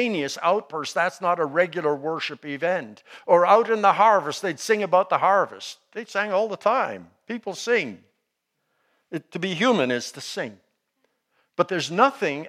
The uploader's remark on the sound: Lecture with Q&amp;A at the end